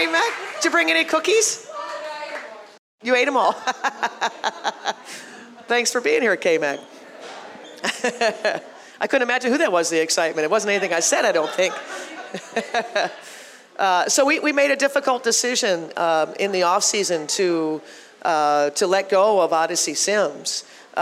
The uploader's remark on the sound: Live from Pizza Luce